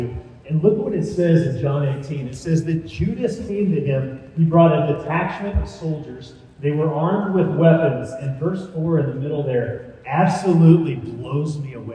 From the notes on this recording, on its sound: Recorded live at the 2022 Student Mobilization Conference (SMC) in Dallas, Texas.